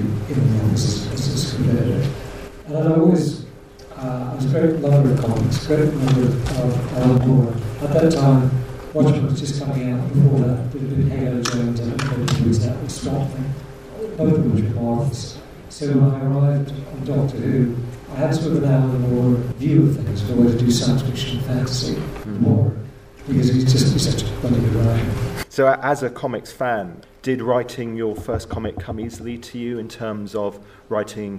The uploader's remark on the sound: In a panel discussion recorded at SCI-FI-LONDON.